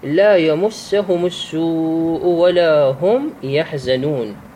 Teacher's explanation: السوء هذا مد فيها، لأن الواو حرف من حروف المد ما قبله ضم · Term: المد المتصل